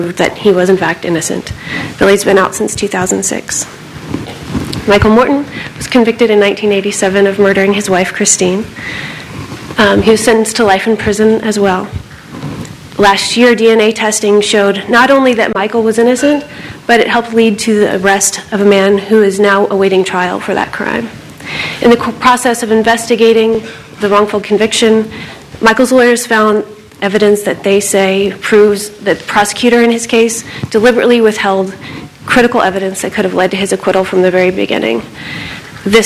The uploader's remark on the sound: panel at The Texas Tribune Festival